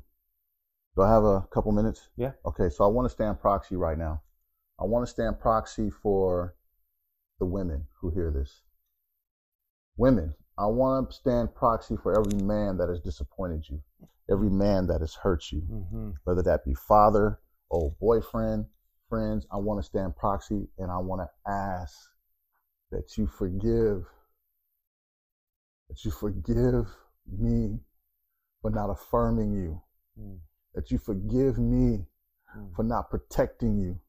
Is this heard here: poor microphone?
yes